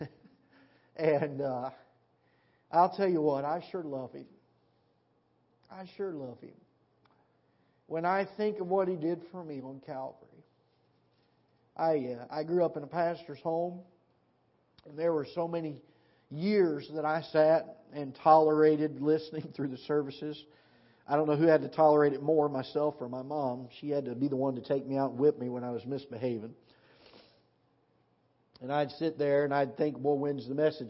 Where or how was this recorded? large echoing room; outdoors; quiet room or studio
large echoing room